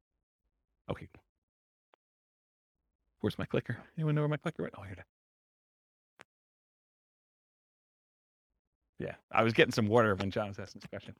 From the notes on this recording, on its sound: This was a live class recorded